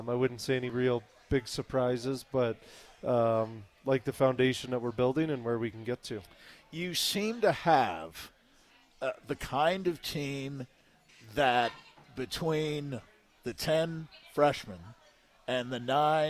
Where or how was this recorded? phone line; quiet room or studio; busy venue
busy venue